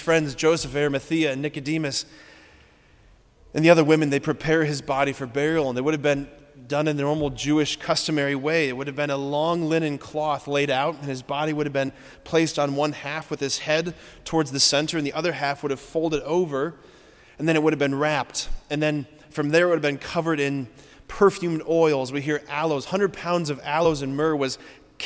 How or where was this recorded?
large echoing room